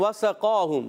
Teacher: آگے بڑھتے ہیں، وسقاہم، واو کی ادائیگی ہونٹوں کی گولائی سے، واو پر زبر ہے، سین پر زبر ہے، حرکات نہیں کھینچیں، قاف پر کھڑا زبر ایک الف کھینچنا ہے، قاف موٹا ہے